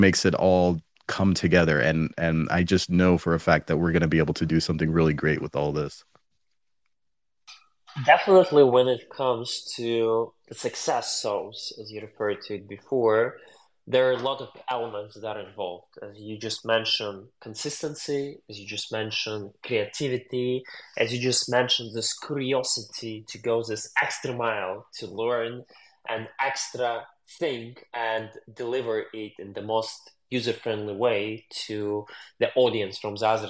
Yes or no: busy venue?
no